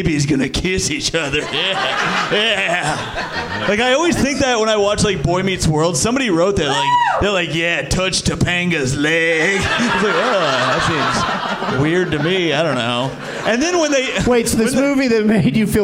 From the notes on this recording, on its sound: Live from the Helium Comedy Club in Philadelphia